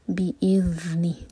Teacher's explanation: ذال ساکن پر ہمیشہ تھوڑا سا ٹائم دیا جاتا ہے رخاوا کرتے ہیں